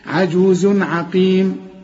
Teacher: كل تنوينه بعد عين العين من حروف الإظهار، ما تغنش